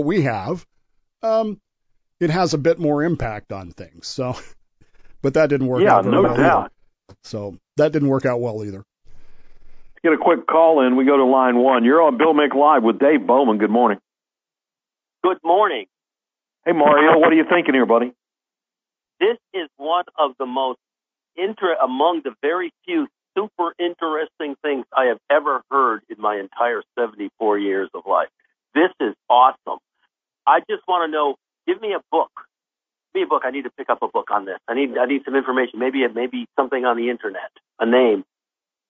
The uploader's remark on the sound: The WMMB computer failed, necessitating the show be done by telephone rather than the normal method via computer.